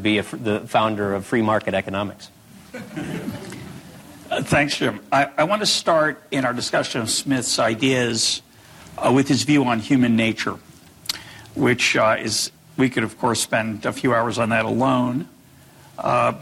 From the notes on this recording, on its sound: In front of a live audience at Ball State University.